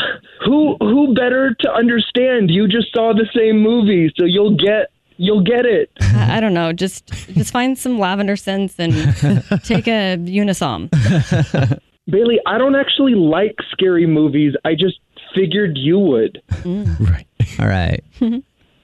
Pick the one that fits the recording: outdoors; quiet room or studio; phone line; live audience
phone line